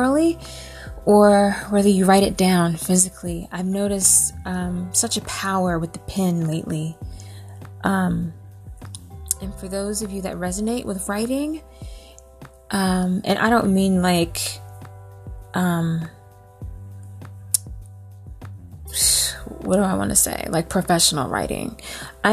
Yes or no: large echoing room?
no